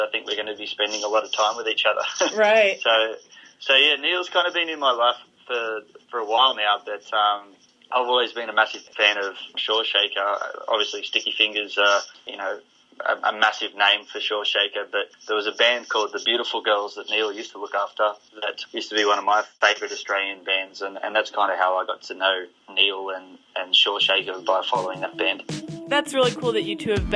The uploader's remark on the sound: on the phone for this exclusive interview